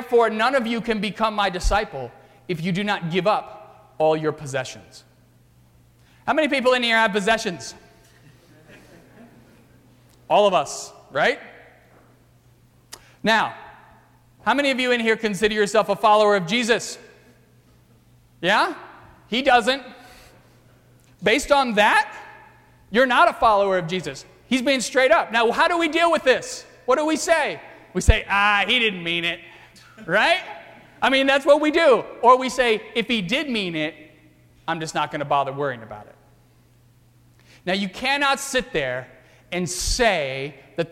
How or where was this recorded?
large echoing room